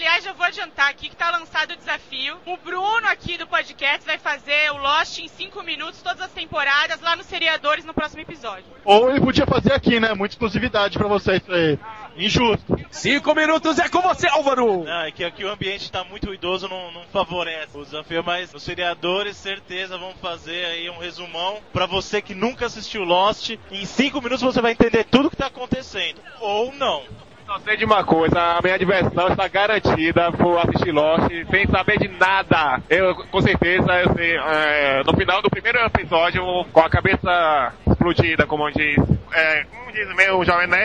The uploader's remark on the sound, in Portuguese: Gravado diretamente da Campus Party. Escute os podcasters e blogueiros sobreviventes ao penúltimo dia de evento.